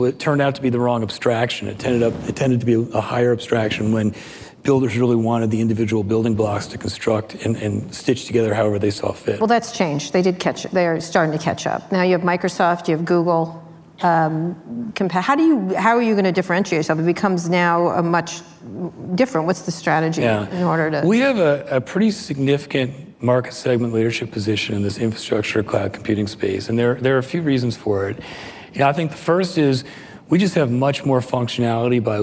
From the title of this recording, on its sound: Live at Code 2019